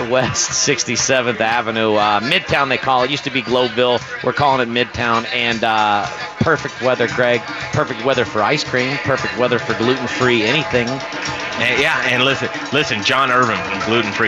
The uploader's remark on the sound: Live from Bruz Beers one year anniversary party! Live music, Park Burger, and much more!